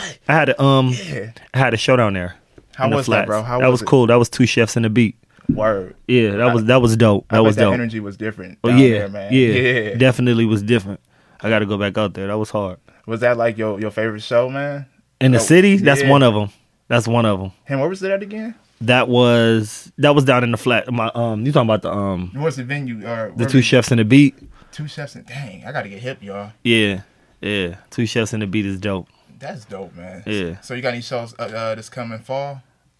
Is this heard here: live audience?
no